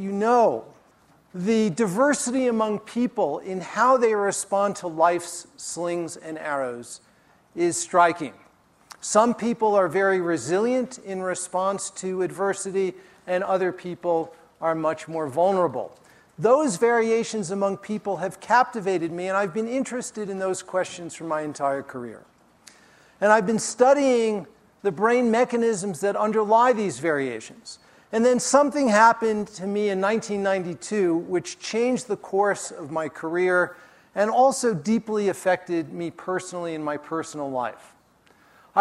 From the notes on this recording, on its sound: during his talk at the Festival